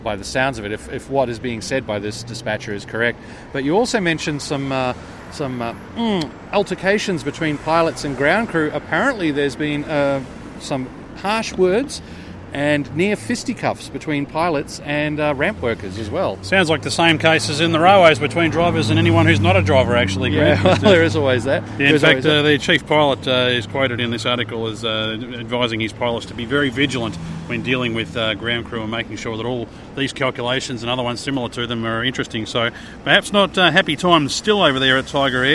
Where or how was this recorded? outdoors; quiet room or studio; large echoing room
outdoors